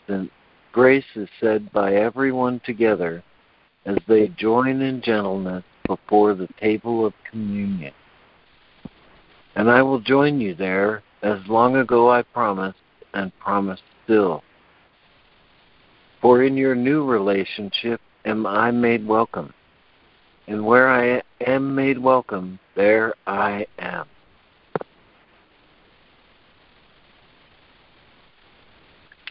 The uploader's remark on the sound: ACIM Daily Conference Call.